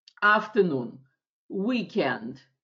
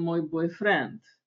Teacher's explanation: Ударение всегда падает на первую половинку · Shown in: first take